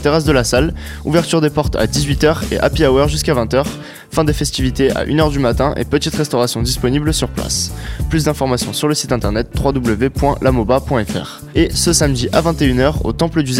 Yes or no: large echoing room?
no